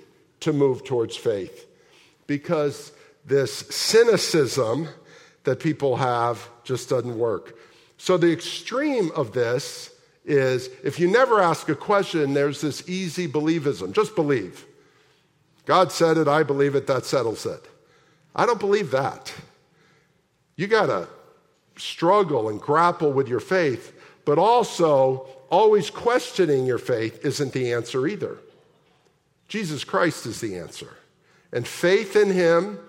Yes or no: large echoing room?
yes